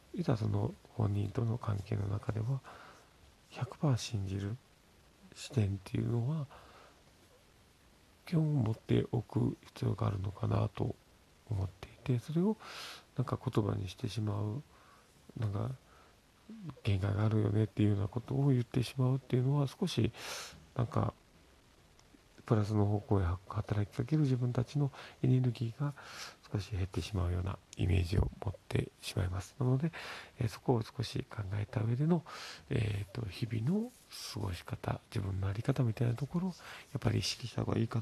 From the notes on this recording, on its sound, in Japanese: 子供が寝ている側で収録しているのでボソボソしています。